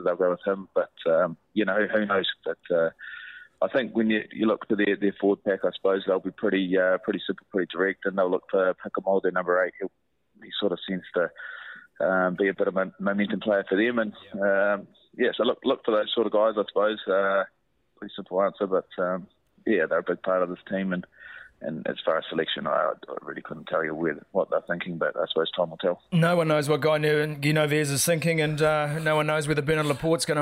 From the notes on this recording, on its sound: Get a double dose of All Blacks on the phone. Calls in from Pau. Pauses his Paris dinner for a chat.